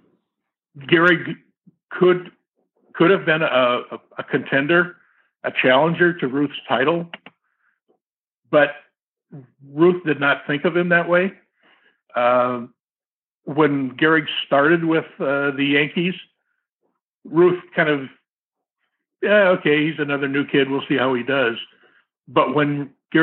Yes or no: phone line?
yes